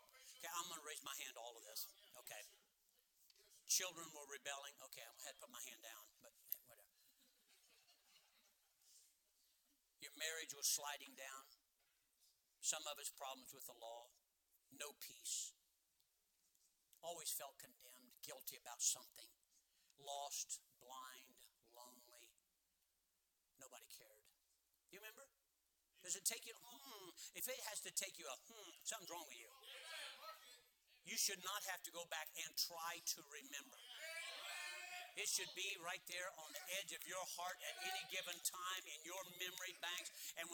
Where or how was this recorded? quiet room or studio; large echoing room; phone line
large echoing room